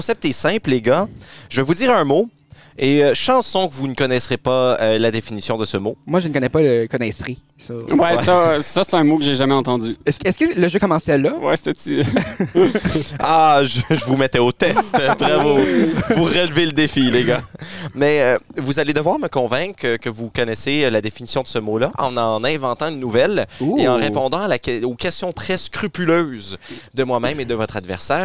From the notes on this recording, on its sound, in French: Enregistré sur la terrasse du Pays de la Sagouine à Bouctouche.